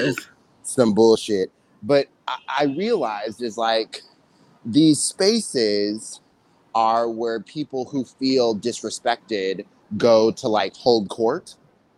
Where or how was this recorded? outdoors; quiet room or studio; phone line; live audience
outdoors